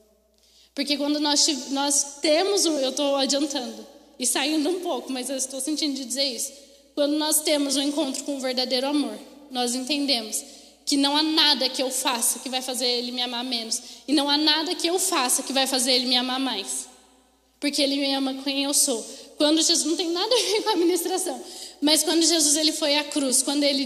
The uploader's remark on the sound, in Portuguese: Mensagem ministrada ao vivo em 04/09/2021.